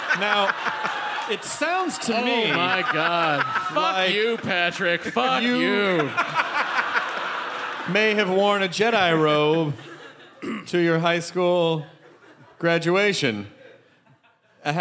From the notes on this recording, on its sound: It's the Nerdist live from the Twin Cities!